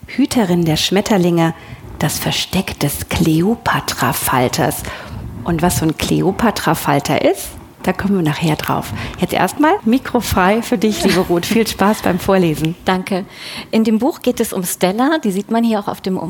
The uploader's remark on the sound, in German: Diesmal live von der Frankfurter Buchmesse. Bei der Magellan-Lesung auf der Frankfurter Buchmesse.